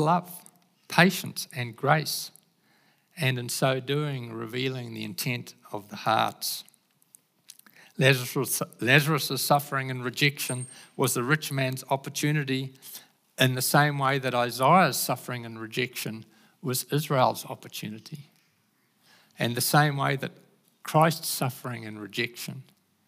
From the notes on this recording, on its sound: Recorded at the Hukanui Bible Church morning service on Sunday the 26th of March 2023 during the 10:00 am service.